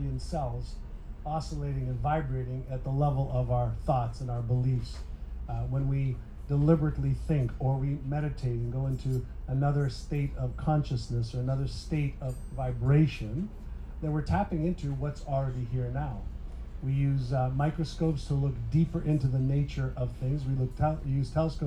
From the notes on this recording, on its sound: Today’s episode is from a VIP dinner I hosted in July 2023 with a panel of experts